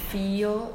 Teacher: breaking, which is the gliding sound before a lateral. So it would be like feel, more like a schwa sound, mm-hmm.